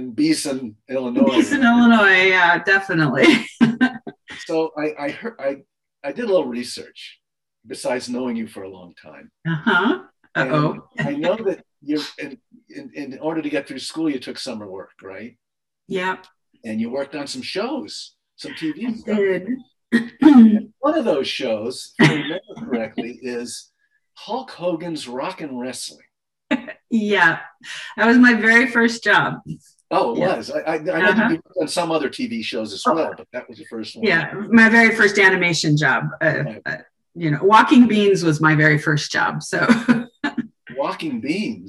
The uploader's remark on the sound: Took part in a virtual conversation. In this online session presented by VIEW Conference in partnership with ASIFA-Hollywood.